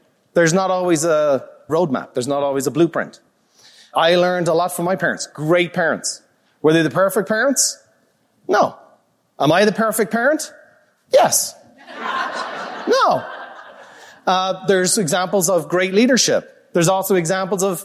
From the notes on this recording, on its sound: a live recording from Peak Experience